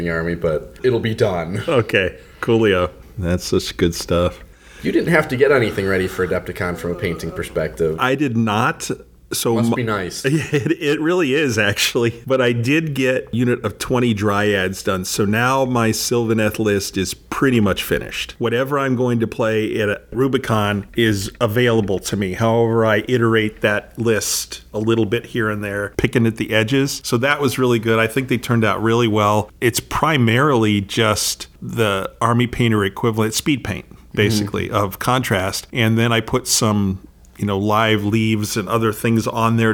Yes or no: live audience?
no